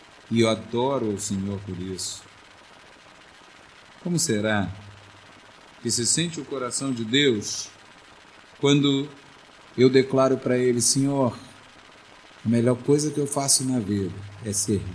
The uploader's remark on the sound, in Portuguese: Essa pregação foi gravada no culto de 09-11-2008 na Igreja Evangélica Congregacional do Lins.